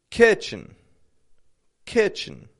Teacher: First syllable, strong on that I, ki. The second kind of almost drops the E, chin, kitchen.